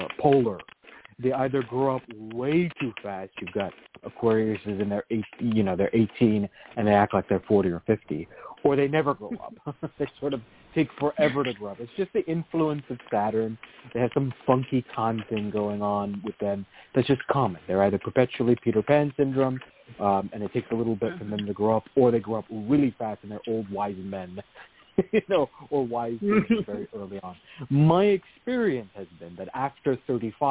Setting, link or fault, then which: link, phone line